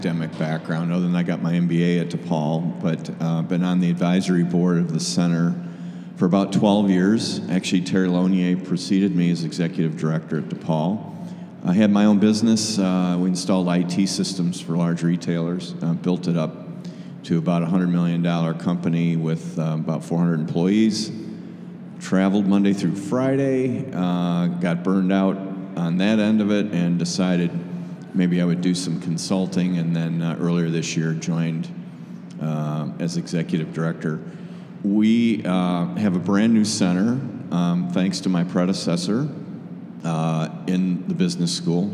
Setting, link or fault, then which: setting, live audience